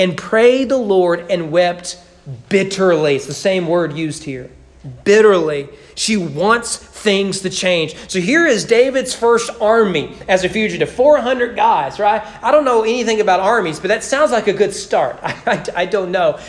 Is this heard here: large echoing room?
yes